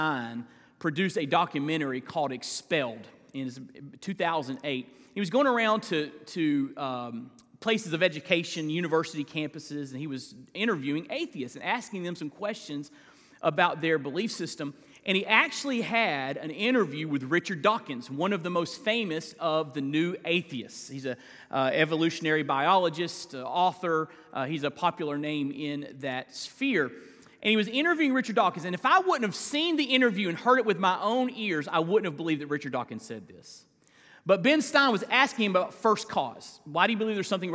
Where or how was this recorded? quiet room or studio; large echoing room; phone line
large echoing room